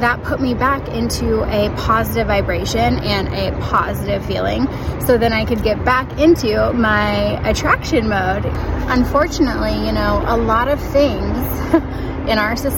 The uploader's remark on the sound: I recorded this on my walk, so the background is a little crazy, but hopefully you can still hear ok!